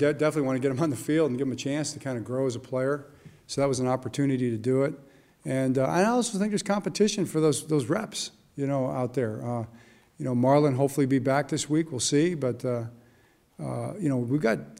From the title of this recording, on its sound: Press Conference